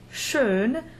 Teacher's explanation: You can take the word for beautiful, schön, which is long and closed